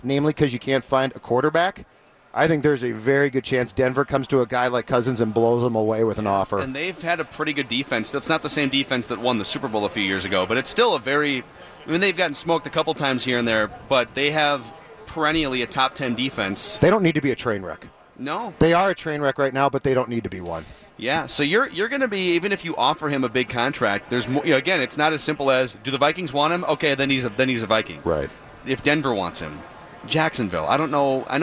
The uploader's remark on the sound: live from Radio Row all week